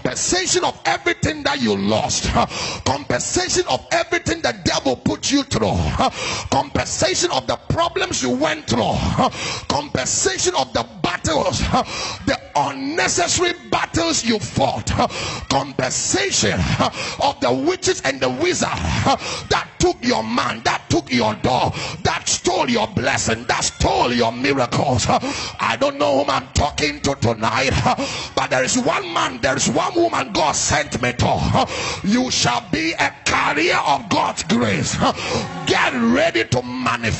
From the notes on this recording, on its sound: This message was preached in 2019 at the Destiny Empowerment Chapel International.